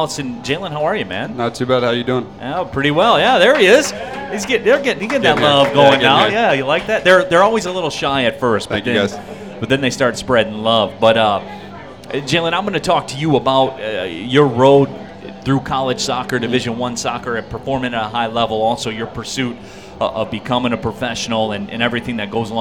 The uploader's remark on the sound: live from the City Clubhouse!